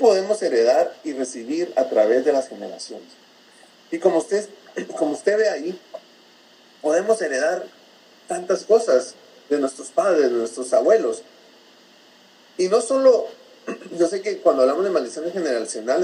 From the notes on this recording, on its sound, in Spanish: Por dificultades técnicas no pudimos tener una mejor calidad de audio. Nos disculpamos de antemano por la calidad del audio.